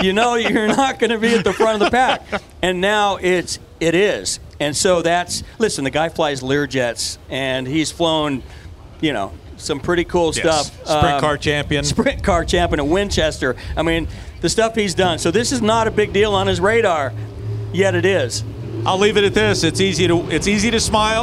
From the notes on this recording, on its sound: Live from the NHRA Fall Texas Nationals. We're going LIVE from the pits at the NHRA Fall Texas Nationals with three big guests at the Texas Motorplex in Ennis.